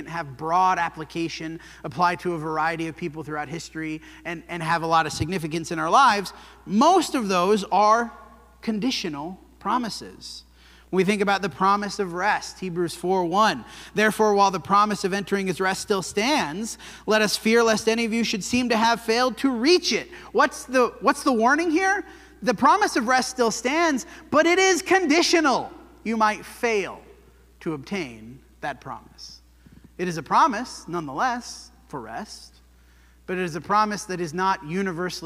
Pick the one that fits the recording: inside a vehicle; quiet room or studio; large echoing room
large echoing room